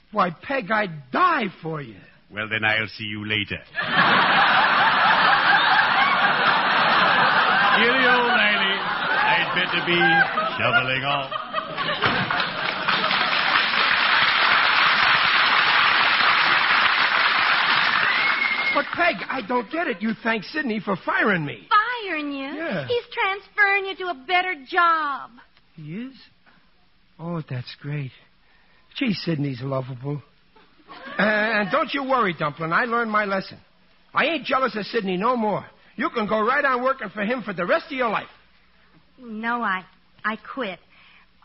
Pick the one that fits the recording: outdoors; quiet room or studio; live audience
live audience